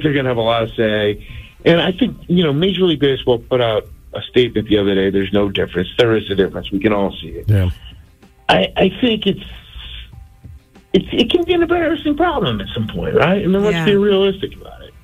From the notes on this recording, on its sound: called in to discuss